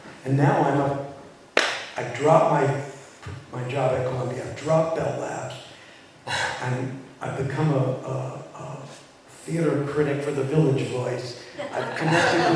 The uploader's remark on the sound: MLC Gala at The Tarlton. Q&A from the audience at the Tarlton Theatre.